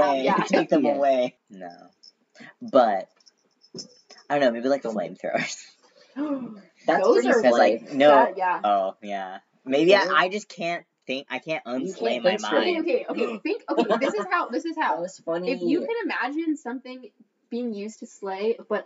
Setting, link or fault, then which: fault, poor sound quality